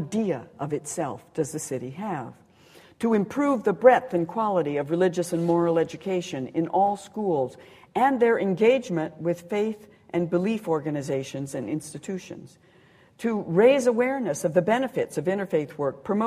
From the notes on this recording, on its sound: Recorded on 30 April 2009 at The University of Edinburgh.